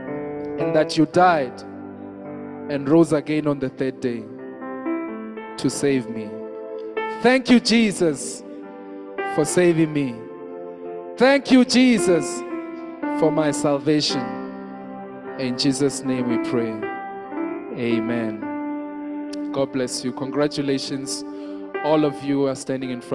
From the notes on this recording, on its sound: Message preached at the Living Waters Cathedral.